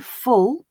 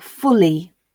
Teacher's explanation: think about the difference between saying full with dark L or fully with clear L